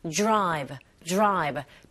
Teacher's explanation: 자, 이때 드라이브로 발음하지 마시고 drive, drive. D sound, R sound 같이 붙어 있을 때 약간 J에 가깝게 소리가 들리거든요